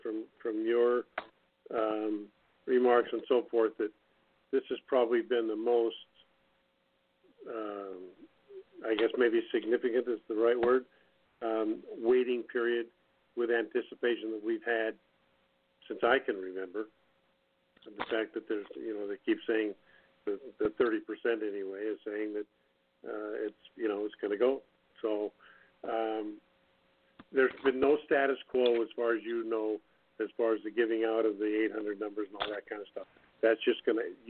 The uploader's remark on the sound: TNTSuperfantastic Conference Call